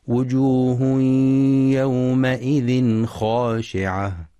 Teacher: ولإظهار التنوين إظهارا حلقيا في يومئذ خاشعة لوقوع الخاء بعده، مع مراعاة فتح الميم في يومئذ وتفخيم الخاء في خاشعة.